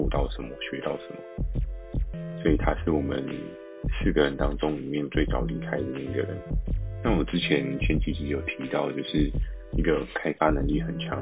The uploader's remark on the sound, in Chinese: 由於首度製作，可能有些錄音技巧不夠純熟請多包涵